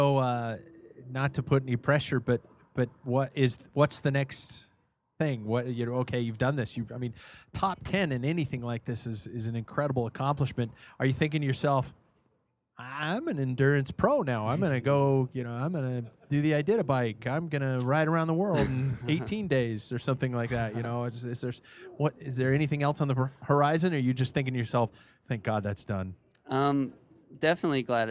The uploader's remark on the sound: Live at Bennidito's Pizza in Spokane, WA